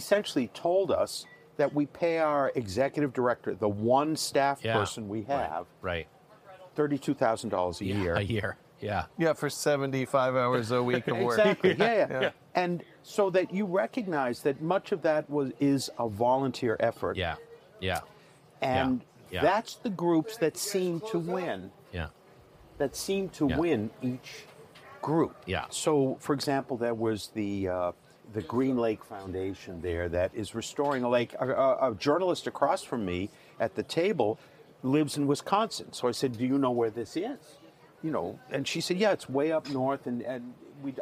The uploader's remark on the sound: Recorded live in the Underpowered Podcasting lounge at Destination Defender in the Hudson Vally of New York.